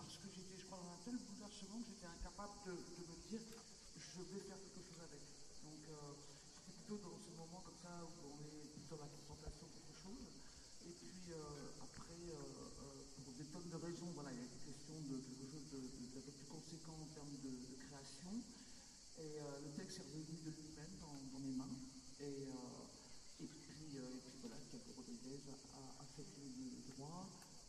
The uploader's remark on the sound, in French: Micro Trottoir Festival d'Avignon 2022. Une balade microphonique dans Avignon, à la recherche de thèmes relatifs à l'ambiance du Festival de théâtre.